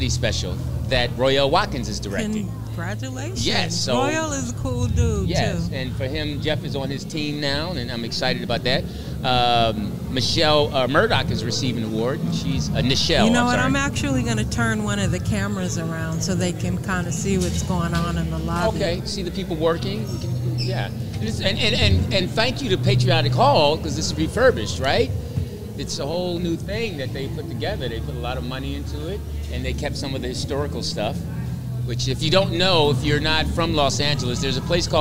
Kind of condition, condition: setting, busy venue